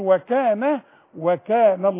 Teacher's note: والله ممتازة جدا، بس خدي بالك وكان، ترقى النون دائما وكان بس من النون جايبة جت جنب اسم الجلال، واللامات هنا مفخمة تضيع النون، احنا مش عايزين نضيعها، نقول وكان وكان الله.